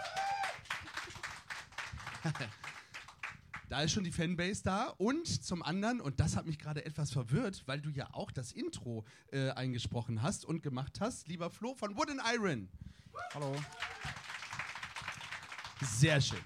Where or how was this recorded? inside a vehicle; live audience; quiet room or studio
live audience